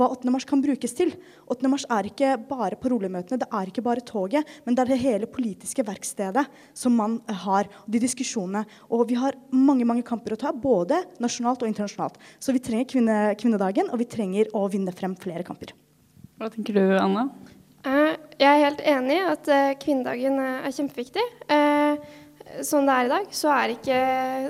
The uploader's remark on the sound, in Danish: Live fra Biblioteket